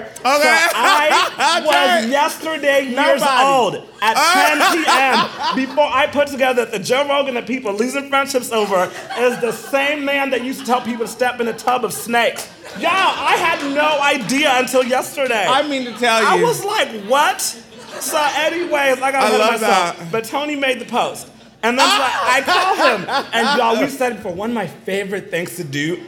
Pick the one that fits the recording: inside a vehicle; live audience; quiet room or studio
live audience